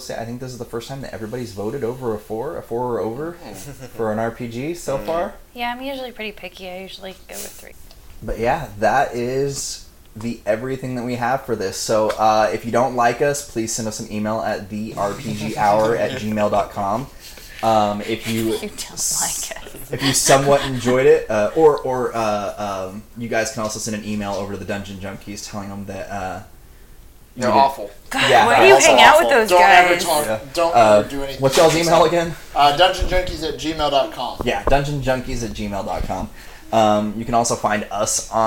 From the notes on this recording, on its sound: We apologize for some of the background noises we had some mic issues that we can not edit out very easily.